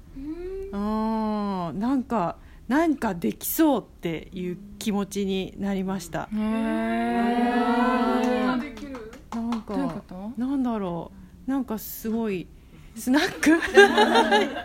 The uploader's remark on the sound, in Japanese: 公開収録。